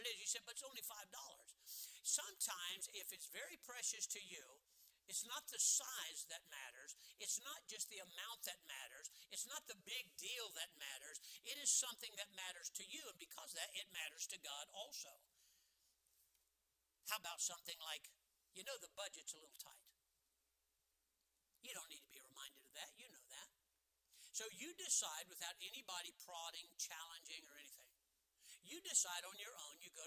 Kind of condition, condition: setting, large echoing room